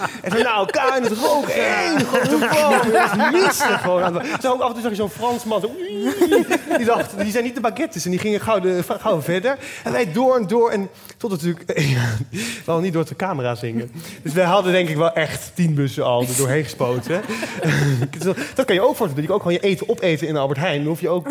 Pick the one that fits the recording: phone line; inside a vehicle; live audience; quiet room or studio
live audience